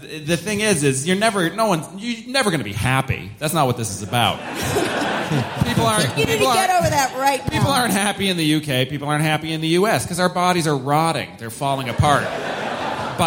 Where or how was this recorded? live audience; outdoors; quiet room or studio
live audience